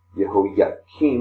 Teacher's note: with a hard K as opposed to the guttural chaf sound